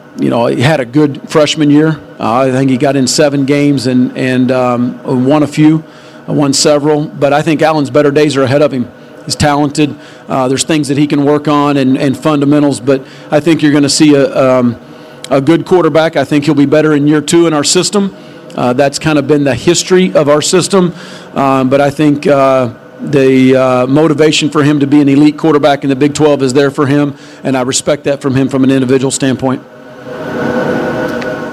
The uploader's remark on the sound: takes questions during Big 12 Media Days on Monday at AT&T Stadium in Arlington